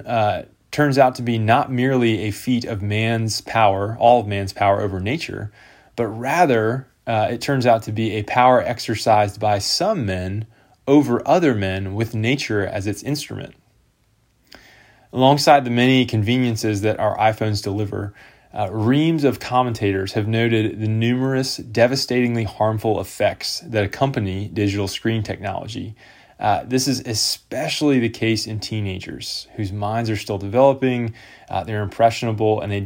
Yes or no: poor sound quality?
no